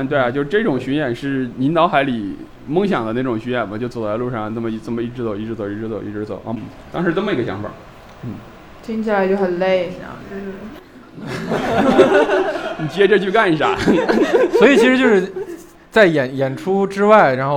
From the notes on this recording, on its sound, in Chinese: 我们给现场观众的快乐是没有亏待的